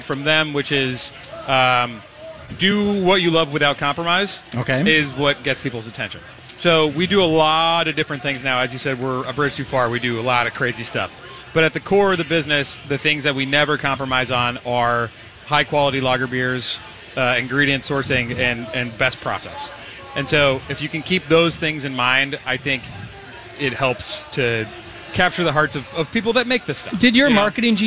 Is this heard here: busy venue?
yes